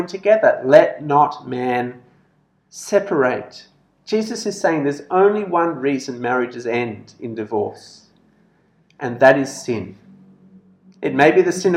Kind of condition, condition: setting, large echoing room